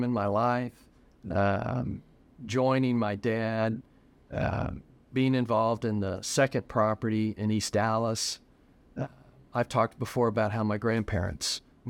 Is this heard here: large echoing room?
no